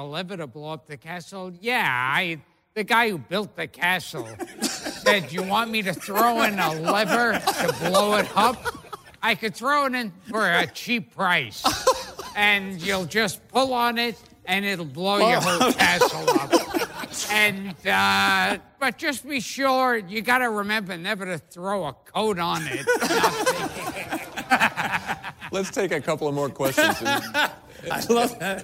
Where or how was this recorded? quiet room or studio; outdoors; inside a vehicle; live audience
live audience